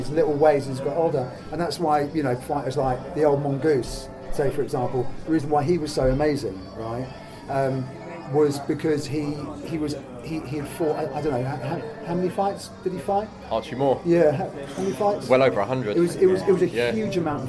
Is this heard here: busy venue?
yes